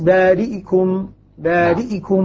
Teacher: لاحظ الكسرة. الاختلاس فيه تضعيف وسرعة